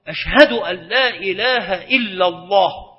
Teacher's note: وهذه اللام من لفظ الجلالة ينبغي أن تكون مفخمة